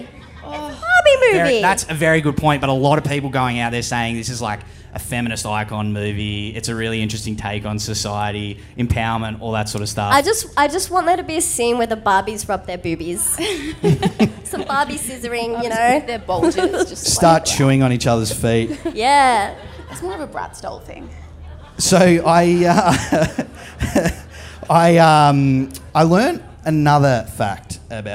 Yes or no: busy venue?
yes